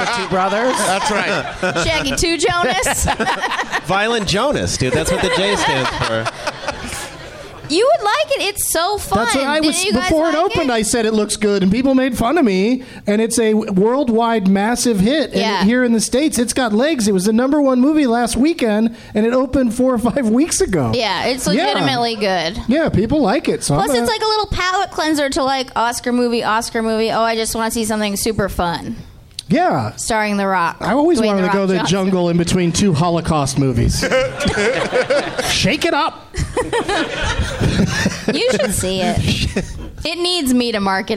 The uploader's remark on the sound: Live from the Helium Comedy Club in Portland